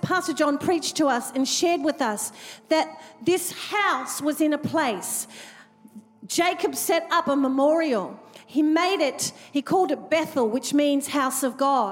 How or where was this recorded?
large echoing room